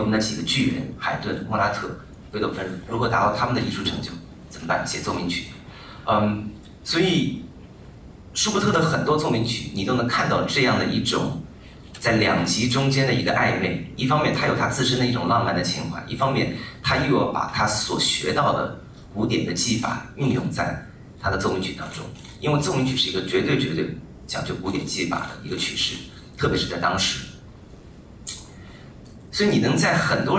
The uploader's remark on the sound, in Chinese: 在其独奏会巡演媒体沙龙上的问答实况录音